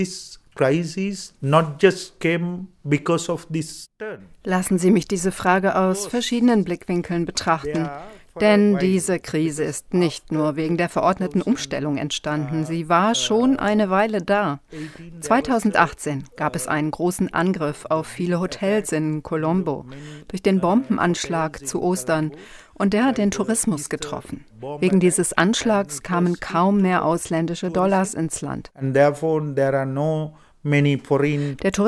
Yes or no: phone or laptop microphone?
no